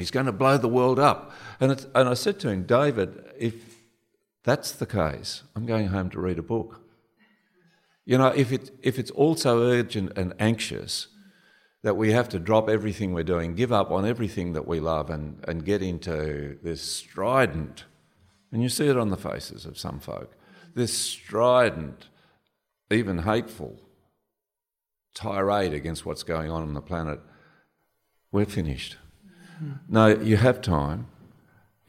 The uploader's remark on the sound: This month we’re bringing you a live conversation.